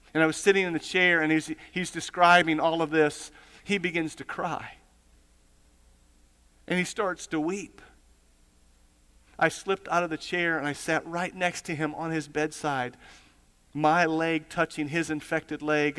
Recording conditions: large echoing room